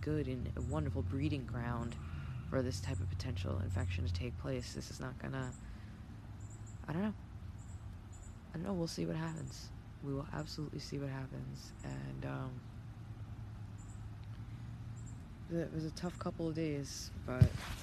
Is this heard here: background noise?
yes